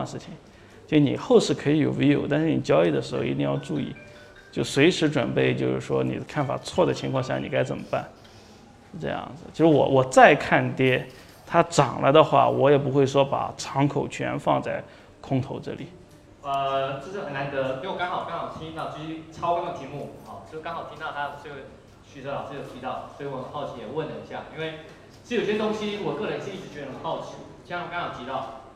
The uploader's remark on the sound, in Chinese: 本期音频来自2019DNOC期权夏季嘉年华，圆桌论坛部分内容分享